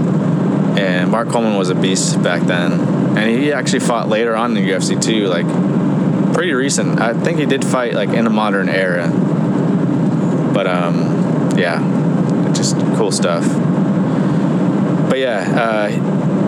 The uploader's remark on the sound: On the Road. Eventually the car audio may improve, we will see how this goes.